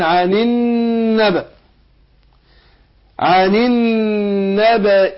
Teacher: النون عندنا في النبأ مشددة، بنديها غنة حركتين